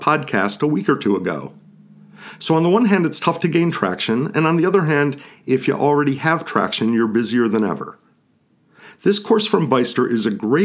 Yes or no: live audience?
no